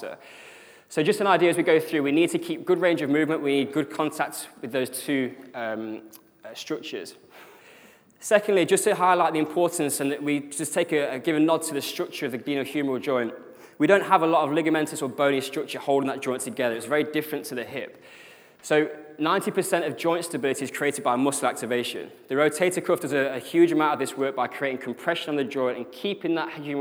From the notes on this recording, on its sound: The podcast here covers the presentation section. Speaking at the UKSCA annual conference.